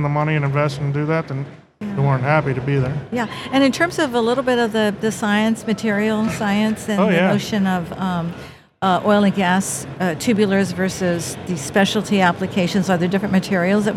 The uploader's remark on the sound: recorded at OTC 2023